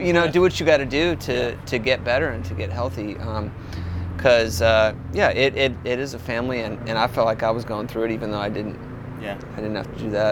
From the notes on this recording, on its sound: On this special episode we come to you from Martinsville, VA, home of 'Rooster Walk Music & Arts Festival'